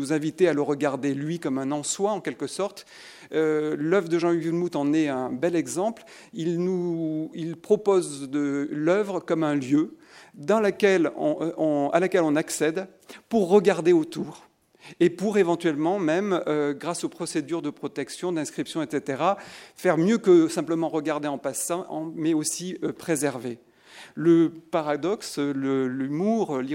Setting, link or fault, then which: setting, live audience